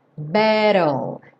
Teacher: Muitas vezes o T é reduzido para rarara e daí você vai direto para o L. E esquece o E completamente.